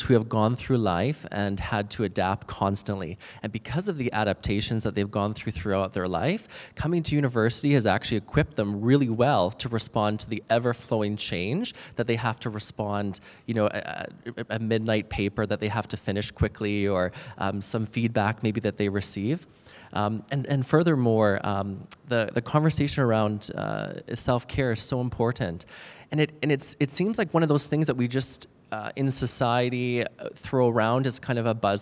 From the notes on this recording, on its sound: This panel was the perfect way to celebrate #bellletstalk. We were honoured to be a part of the day and for our first “live podcast” recording, it turned out great!